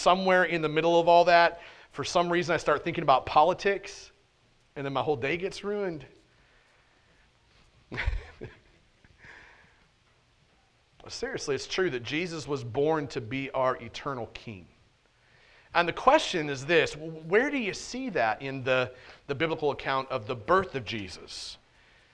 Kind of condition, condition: setting, large echoing room